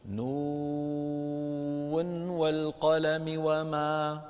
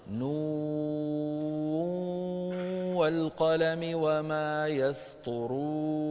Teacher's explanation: لو وصلنا نون مع والقلم نظهر النون · Shown in: first take · Term: بالإظهار